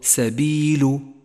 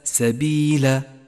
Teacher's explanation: فاللام مضمومة وليست مفتوحة · Shown in: first take · تقرأ سبيل وليس سبيل، فهو خطأ شائع فتنبه.